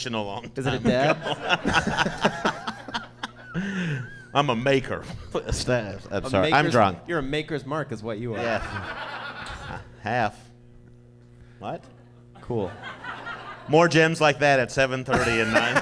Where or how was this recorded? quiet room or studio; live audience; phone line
live audience